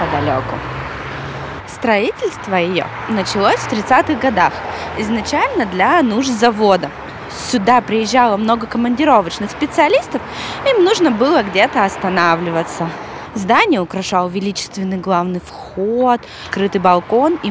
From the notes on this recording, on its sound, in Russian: Сегодня мы пойдем гулять по-новому. Эту прогулку я записывала, сама гуляя по Уралмашу. То есть вы услышите реальные звуки города.